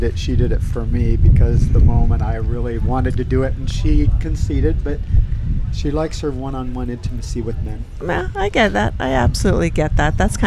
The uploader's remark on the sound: Broadcast on location from our annual swinger houseboat trip on Lake Mead, NV, with 15 full-swap swinger couples.